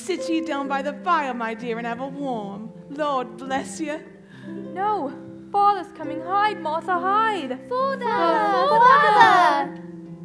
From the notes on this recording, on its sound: The Whole Backstage presents our live on-stage recording of "A Christmas Carol: a Radio Play". As a radio play performed in front of a live audience on stage with a sound effects table and characters taking turns at the featured mics.